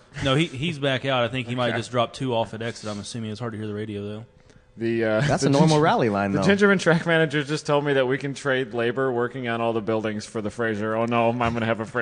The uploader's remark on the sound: rainy day coverage at #Gridlife Special Stage at Gingerman Raceway